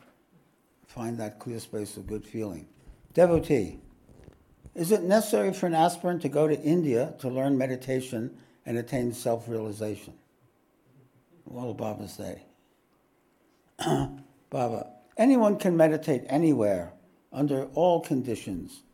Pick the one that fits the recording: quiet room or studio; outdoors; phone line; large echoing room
large echoing room